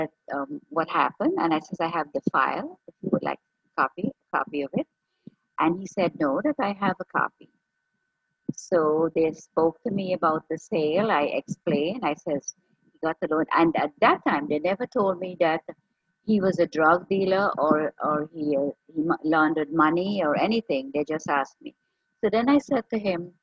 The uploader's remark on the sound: Apologies for the sound quality.